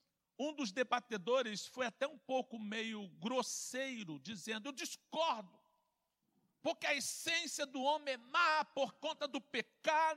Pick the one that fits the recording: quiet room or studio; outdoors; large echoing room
large echoing room